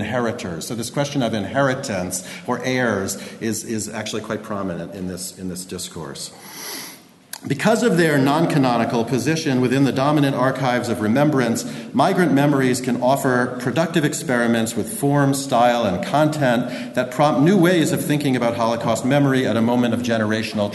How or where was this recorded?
large echoing room